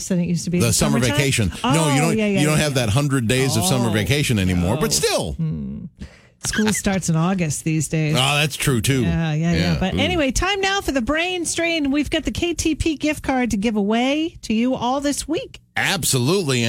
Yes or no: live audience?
no